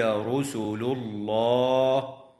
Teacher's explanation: وتفخم اللام في اسم الله لوقوعها بعد ضمة